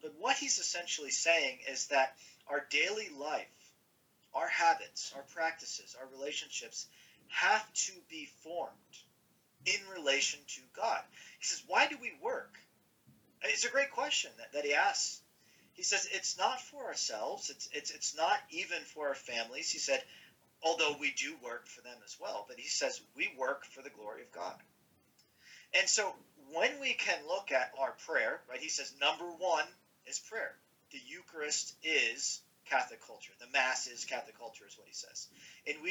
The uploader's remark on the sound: Apologies there were audio problems recording this conversation